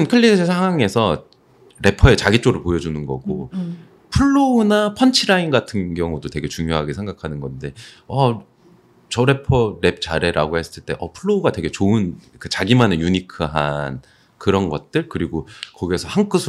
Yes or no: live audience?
no